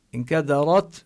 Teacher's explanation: هنا النون الساكنة تخفى قبل الكاف